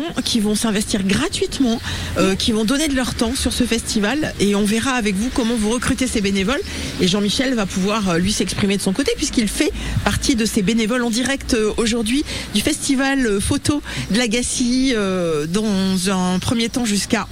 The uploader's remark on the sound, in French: En direct de La Gacilly pour le festival photo édition 2023